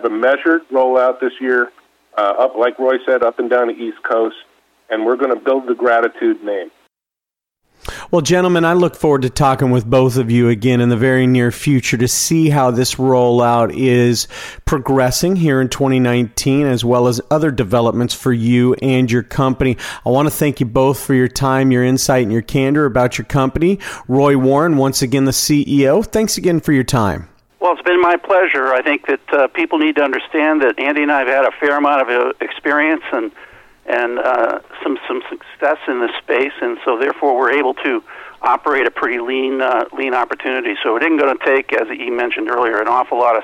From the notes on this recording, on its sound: called in to SmallCapVoice